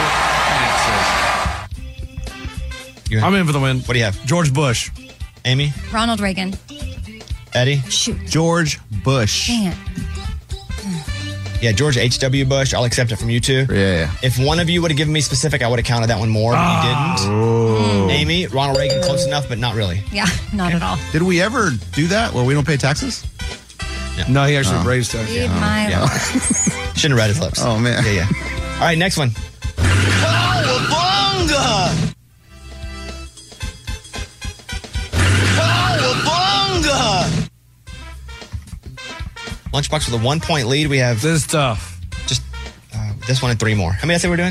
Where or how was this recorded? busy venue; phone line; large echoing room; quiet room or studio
phone line